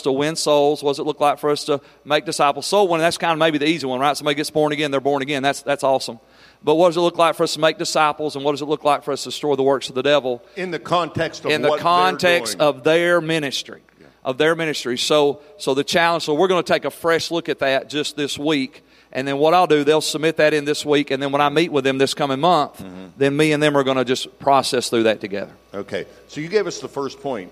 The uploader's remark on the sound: Every February, pastors and leaders from around the country gather together at our leadership conference for dynamic teaching, powerful worship, impartation, ministry, and covenant relationships. Here’s one of the recordings from our 2023 Leadership Conference.